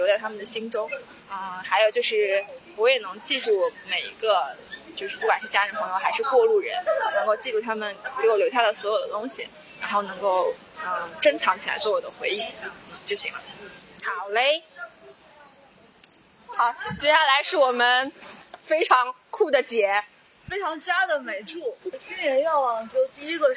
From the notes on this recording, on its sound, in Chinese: 这是一期手机录音。音质不算好。听不清在说什么，甚至觉得我们很吵。